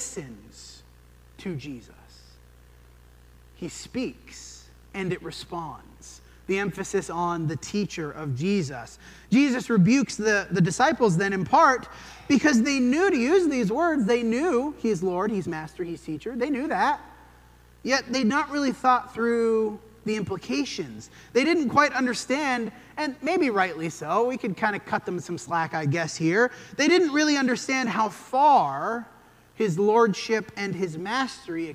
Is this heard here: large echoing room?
yes